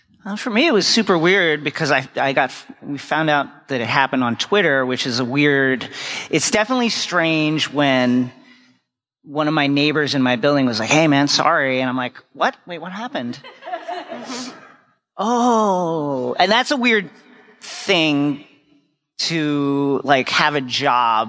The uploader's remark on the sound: Recorded live at Con of Thrones 2019 in Nashville, Tennessee. Answer some “would you rather” questions from the audience.